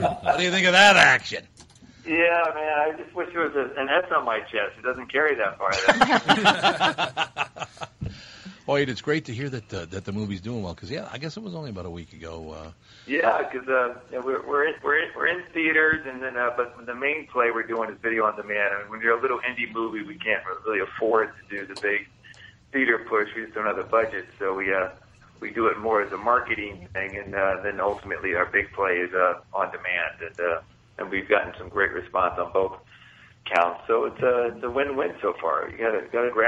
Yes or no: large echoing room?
no